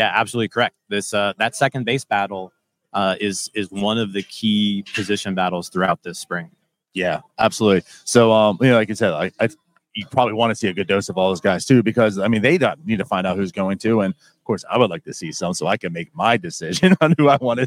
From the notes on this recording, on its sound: Pirates Spring Opener LIVE At LECOM Park. We are live inside LECOM Park for today’s Spring Home Opener vs.